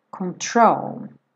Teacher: Control, a sílaba tônica é a segunda.